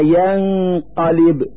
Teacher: نلفظ النون الساكنة من كلمة ينقلب من مخرج القاف من نفس الكلمة ينقلب